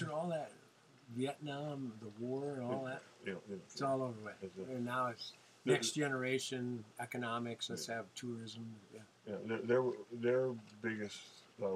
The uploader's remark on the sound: while traveling the back roads, highways and byways in a converted 1991 International school bus named the Chool Bus